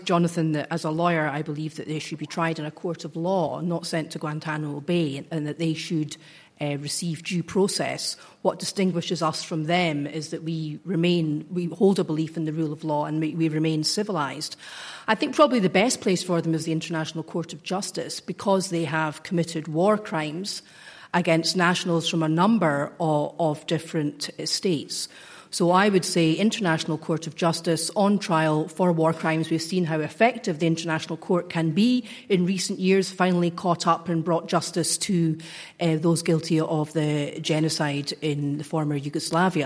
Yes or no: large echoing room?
yes